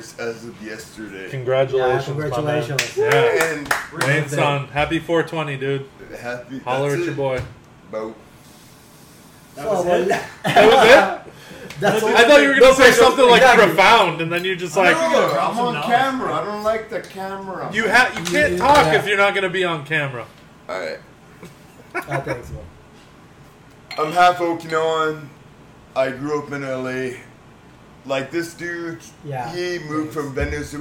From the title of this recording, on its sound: Live from the Bar